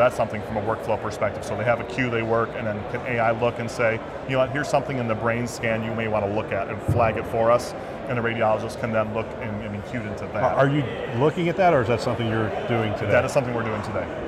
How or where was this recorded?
busy venue